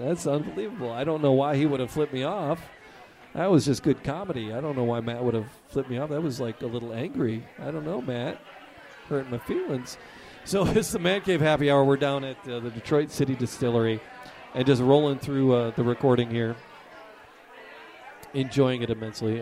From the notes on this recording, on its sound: Recored live at Detroit City Distillery in the Eastern Market.